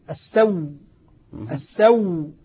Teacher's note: نطق بها مشددة فيها نبر فيها نبر وفيها قوة · إبدال الهمزة واو وإدغام الواو فيها فصارت واو مشددة